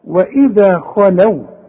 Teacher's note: الخاء المفخمة وبعدها لام مرققة إذا ما نقولش وإذا خلو خلو لو لا وإذا خلو طب